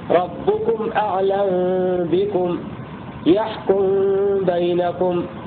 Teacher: يسكن السوسي الميم الواقعة بعد حرف المتحرك ويخفيها مع مراعاة الغنة عند ملاقاتها حرف الباء · Term: إخفاء شفهيا